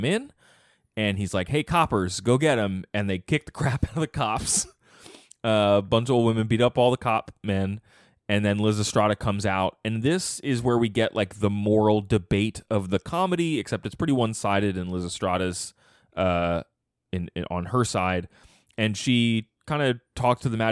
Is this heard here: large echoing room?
no